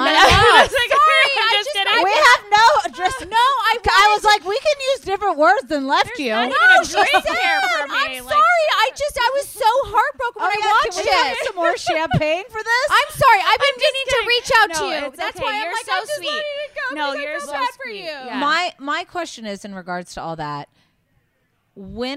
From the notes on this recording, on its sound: live from BravoCon